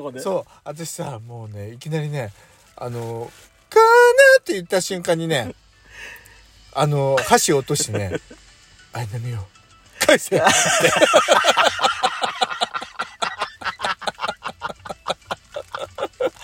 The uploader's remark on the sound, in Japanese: パーキング収録